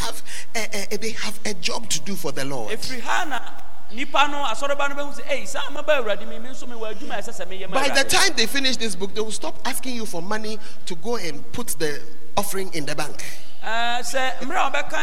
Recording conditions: live audience